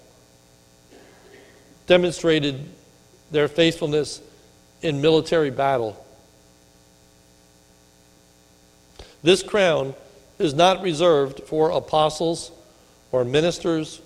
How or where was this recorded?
large echoing room